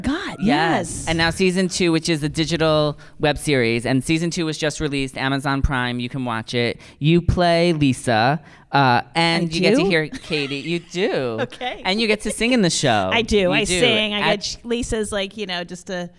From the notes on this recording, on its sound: LIVE from BroadwayCon 2020